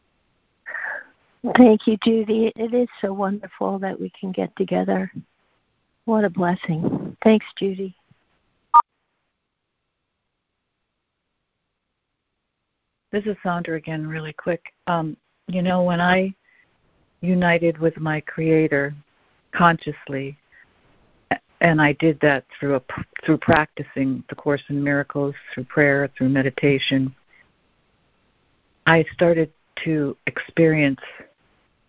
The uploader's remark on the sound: ACIM Daily Conference Call.